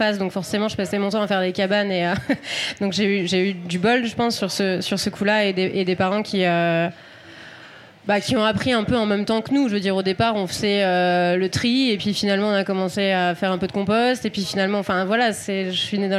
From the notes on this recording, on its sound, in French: Enregistré en live à la Recyclerie à Paris en partenariat avec Weslow, accélérateur de marques engagées mode et lifestyle.